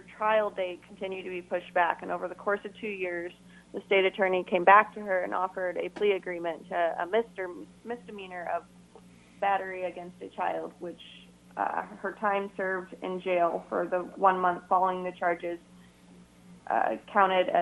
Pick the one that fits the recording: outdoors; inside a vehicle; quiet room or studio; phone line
phone line